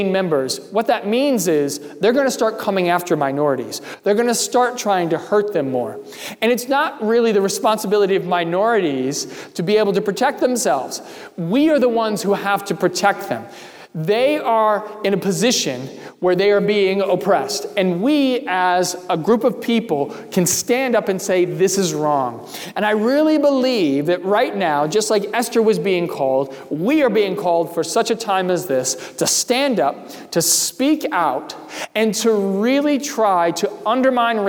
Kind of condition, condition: setting, large echoing room